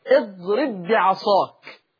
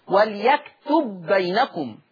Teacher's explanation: أضغمت الباء الساكنة في الباء المتحركة